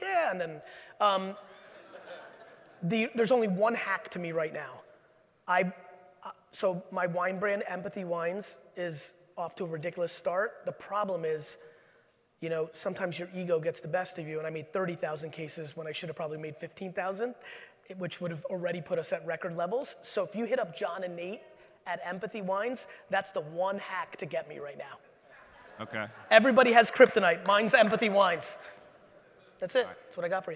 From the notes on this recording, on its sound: From the AIME Fuse National Conference. 12 in Las Vegas.